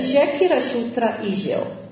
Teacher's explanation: Esegovci kašto izgovaraju s pred j kao poljsko š, a z kao ž